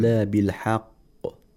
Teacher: there's a small pause between the first qaf and the second qaf. If we say حَقُ، it actually we won't have tashdeed.